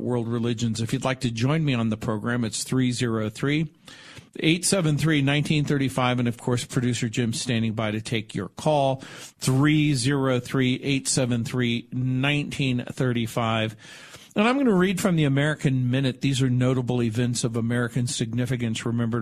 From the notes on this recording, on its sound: Phone call